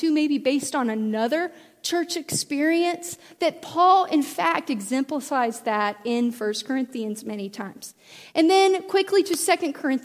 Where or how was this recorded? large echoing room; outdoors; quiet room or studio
large echoing room